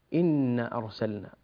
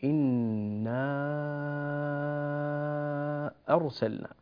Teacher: ثانيا، كلمة إن كثير من الناس يقصرها، يقول إن أرسلنا، لا، نقول إنا أرسلنا، لابد من الألف التي بعد النون، بعد النون المشددة · Shown in: second take